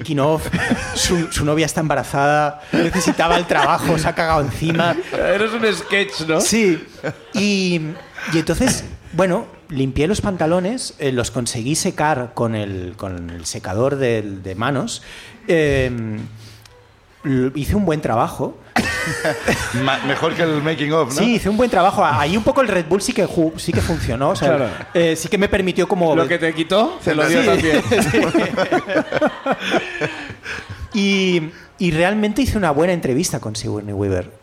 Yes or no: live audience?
yes